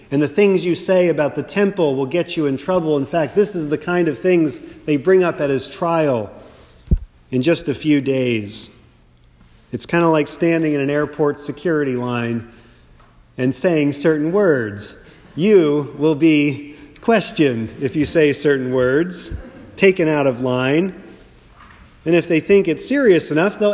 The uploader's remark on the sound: a Sermon preached at St. Mark’s Austin